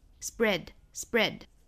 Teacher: Spread 这个单词，我们注意里面的这个 p 的发音呢，我们不送气了